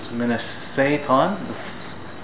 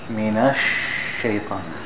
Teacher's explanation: you're making the sheen come just from the tip of the tongue. · Shown in: first take